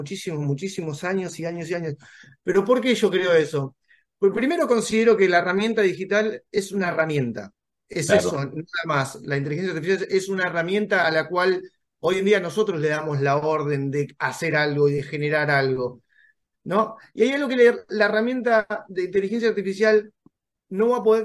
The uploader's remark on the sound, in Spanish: Charlamos via zoom